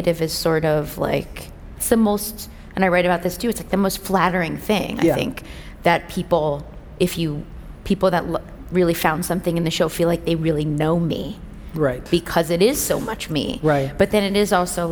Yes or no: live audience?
yes